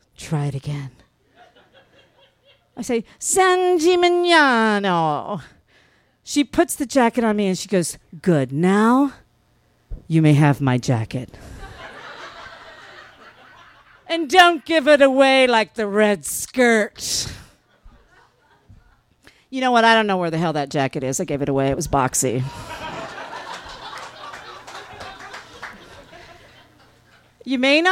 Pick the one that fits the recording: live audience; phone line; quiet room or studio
live audience